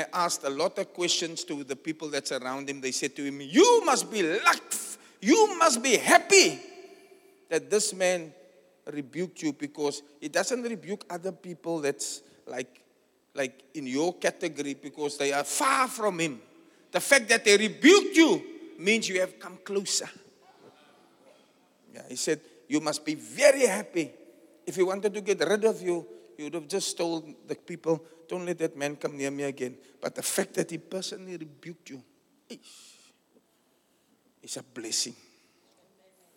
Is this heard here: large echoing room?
yes